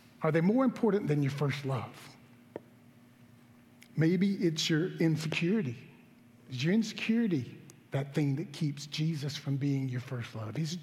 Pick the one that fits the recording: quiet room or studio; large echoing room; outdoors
large echoing room